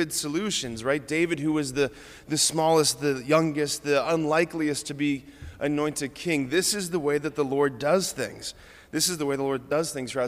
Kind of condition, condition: setting, large echoing room